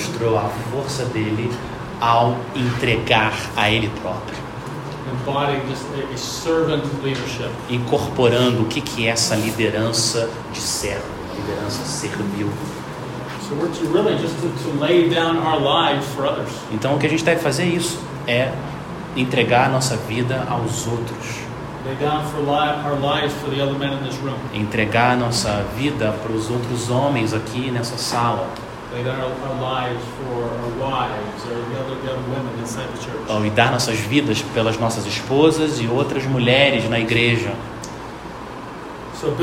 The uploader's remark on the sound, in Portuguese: Audio gravado na Igreja Batista Jardim Minesota.